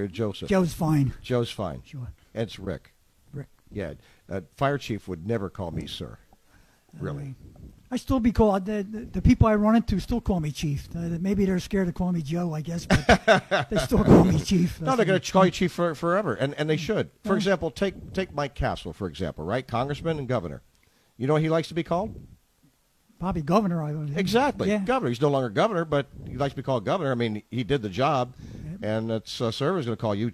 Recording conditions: busy venue